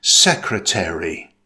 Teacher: In American English, it's pronounced with four syllables. Again, stress the first syllable.